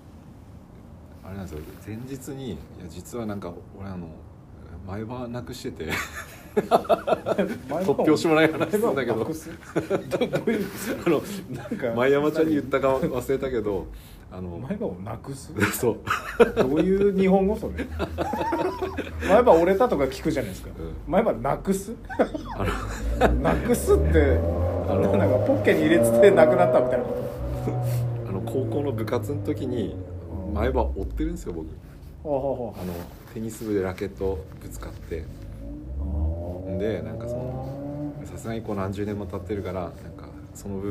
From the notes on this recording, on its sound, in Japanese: 夜の外収録です！前半2〜3回ほど爆音の車が通りますのでイヤホンの方は注意！ふだん静かな町なんですがねぇ…